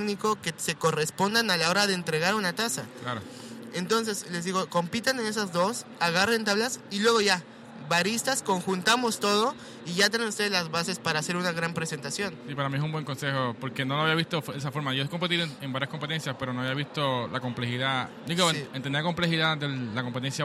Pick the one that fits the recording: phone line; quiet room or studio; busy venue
busy venue